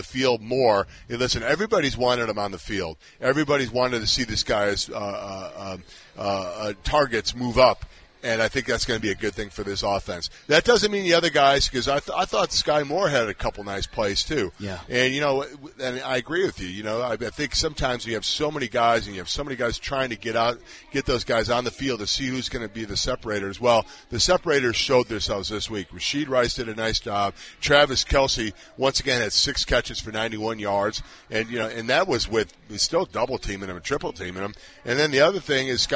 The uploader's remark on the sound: LIVE from Hollywood Casino!